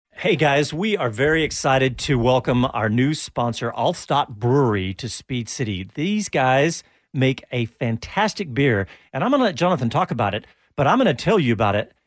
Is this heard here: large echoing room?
no